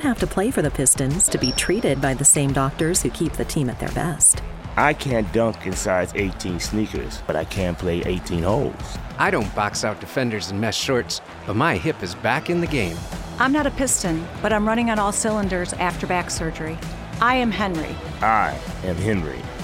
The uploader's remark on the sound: live from RJs Pub in Rochester Hills!